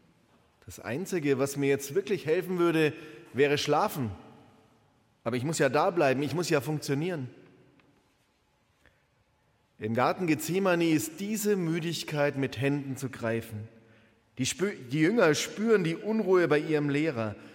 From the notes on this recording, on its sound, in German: Live-Gottesdienstübertragung aus der Erlöserkirche in Herrsching.